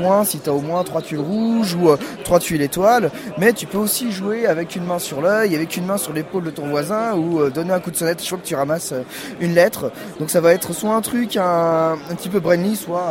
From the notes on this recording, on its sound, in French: Interview réalisée au festival international des jeux de Cannes édition 2015